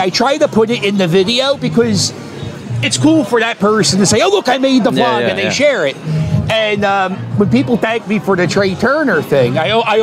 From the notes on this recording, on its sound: broadcast LIVE from Citizens Bank Park from the Phillies Block Party